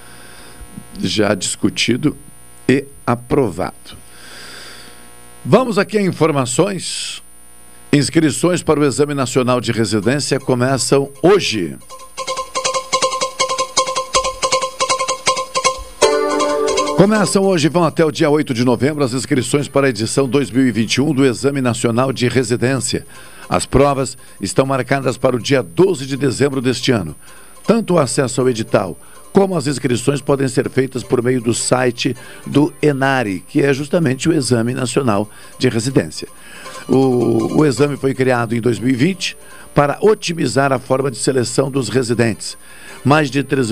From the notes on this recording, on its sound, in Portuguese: Participação: Por telefone